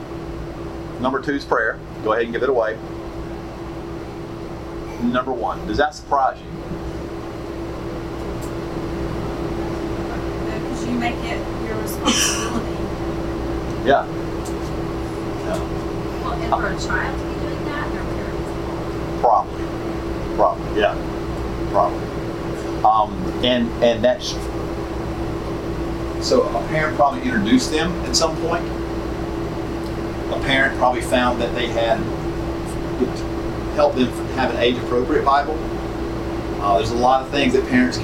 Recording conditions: poor sound quality